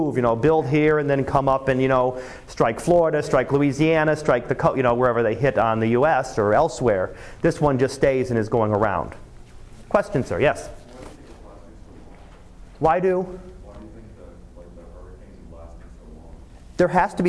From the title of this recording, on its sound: Live Class Lecture